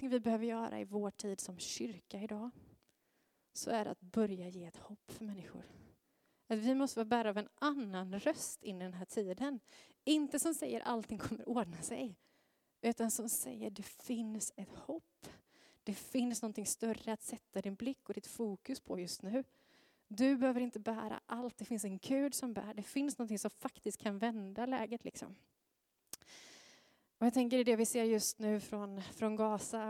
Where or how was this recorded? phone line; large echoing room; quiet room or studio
large echoing room